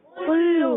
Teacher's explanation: حرکات کو بغیر کھینچے ادا کرتے ہیں مگر لام پر تشدید بھی ہے رک کر بھی ادا کریں گے